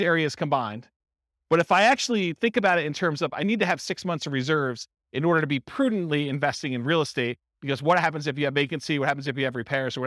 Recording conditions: live audience